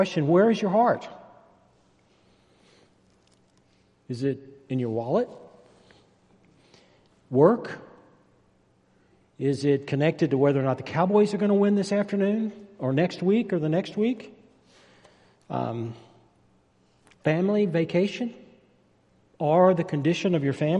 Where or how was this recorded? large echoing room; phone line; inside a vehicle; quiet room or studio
large echoing room